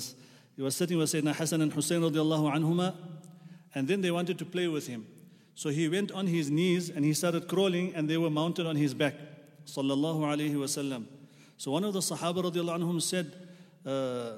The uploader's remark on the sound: at the Houghton Masjid (West Street)